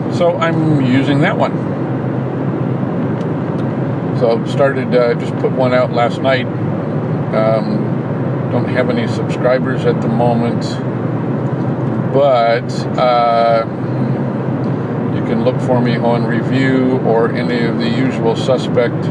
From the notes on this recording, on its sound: A longer and different recording using Backpack as I drive home from the grocery store.